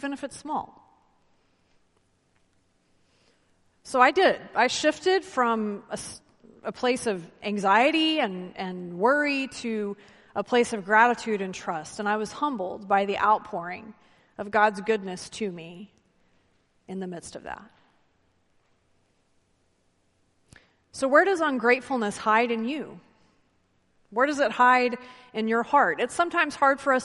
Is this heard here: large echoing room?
yes